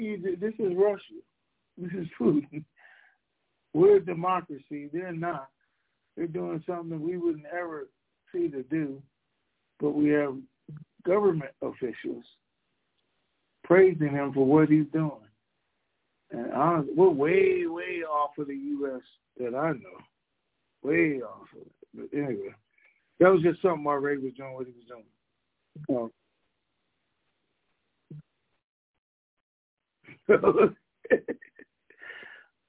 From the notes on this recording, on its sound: TNTSuperfantastic Conference Call.